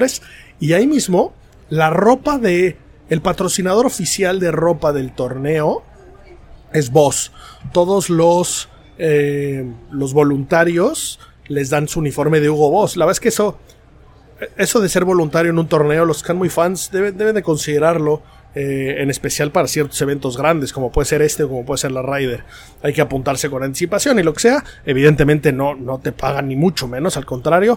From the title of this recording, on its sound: Live From The Open 151